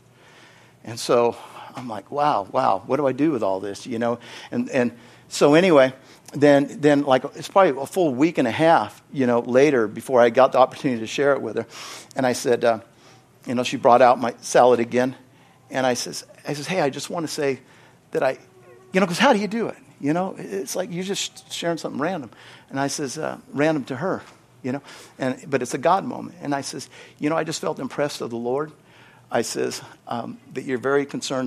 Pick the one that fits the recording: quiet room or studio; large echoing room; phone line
large echoing room